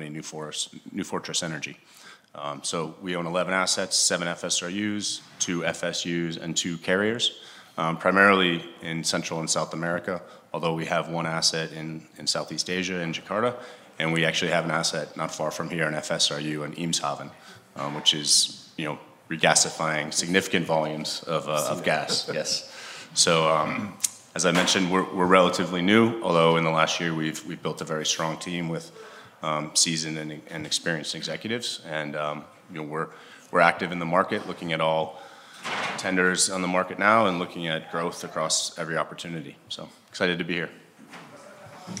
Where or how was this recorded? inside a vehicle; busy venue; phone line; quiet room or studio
busy venue